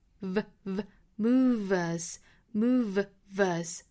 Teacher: 这个 move,尾部的 v,一定要注意是上齿去摩擦下唇